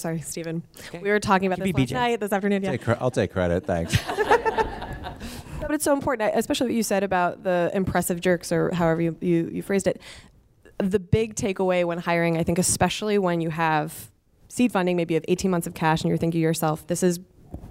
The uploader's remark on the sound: We bring you a session from our recent SaaStock West Coast conference where a stellar panel discusses.